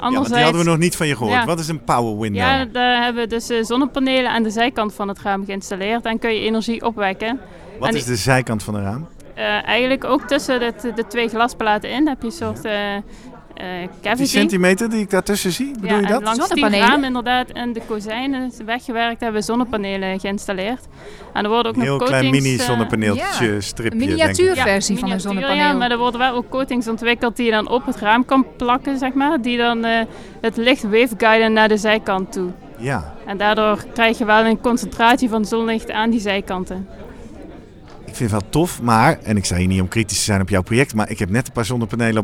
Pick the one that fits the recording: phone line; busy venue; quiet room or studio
busy venue